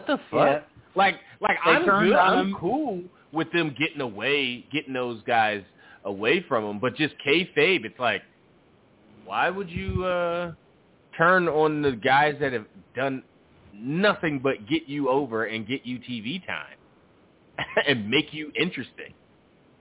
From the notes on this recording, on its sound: Live calls and much more. Weekly caller, email and tweet driven show. Leave a voicemail to be played on-air.